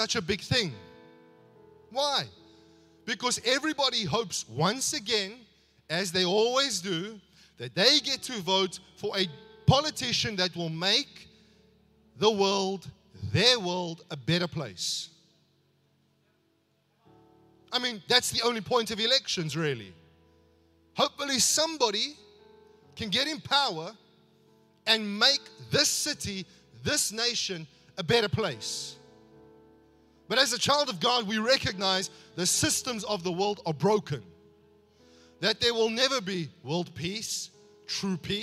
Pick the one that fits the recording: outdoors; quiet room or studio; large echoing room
large echoing room